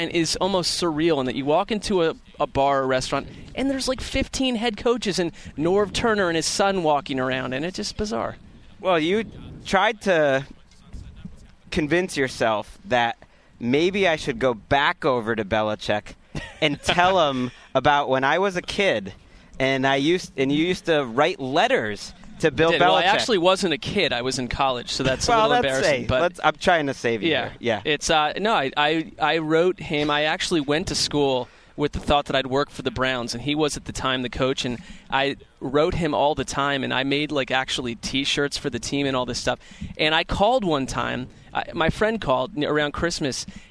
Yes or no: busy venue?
yes